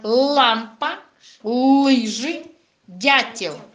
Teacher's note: слова, в которых буква «Л» обозначает твердый согласный звук